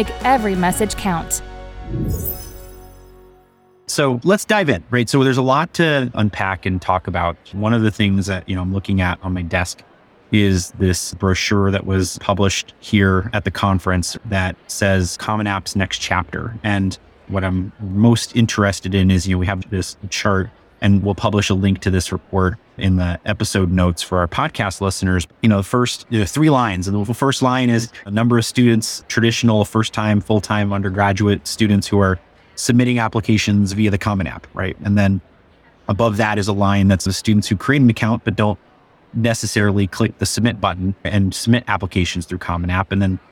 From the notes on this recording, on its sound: a conversation from the 2023 NACAC Conference